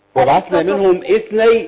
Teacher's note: ميم جمع هتتضم لالتقائها بساكن وانتقل من الميم الجمع ديت للتاء منهم اث على طول.